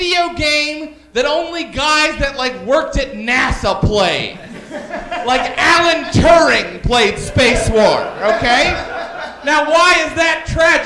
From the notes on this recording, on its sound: A live band, and surprise guests. Recorded live at NYC Podfest.